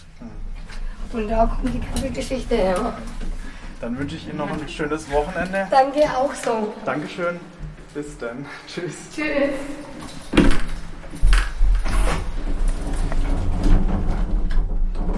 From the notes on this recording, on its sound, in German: Advent sitze ich in der Stadtbahn und befinde mich in Gedanken. Mein Aufnahmegerät in der schwarzen Tasche liegt neben mir auf dem Sitz. Ich steige aus der gelben Bahn.